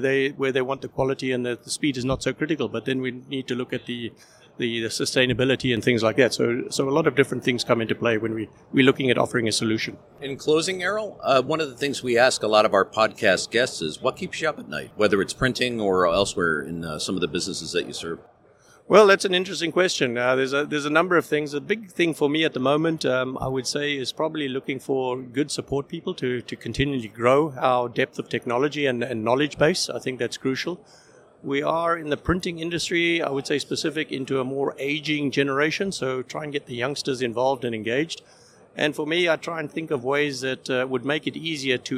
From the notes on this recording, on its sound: recorded live at the Printing United Expo